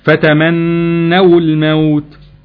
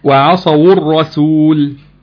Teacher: الحالة الاولانية لو في واو اللين اتدل على الجمع، يعني واو الجماعة، واو الجماعة في حالة لو جي وراها حرف ساكن بنحركها بالضم · Term: التحريك بالضم